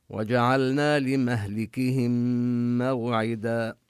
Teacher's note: لمهلكهم موعدا، لمهلكهم نبين الحركات، وندغم الميم من مهلكهم بميم موعدا